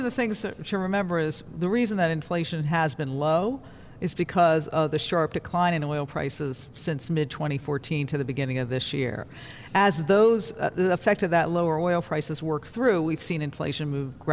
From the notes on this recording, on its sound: Live from the Federal Reserve Bank of Cleveland.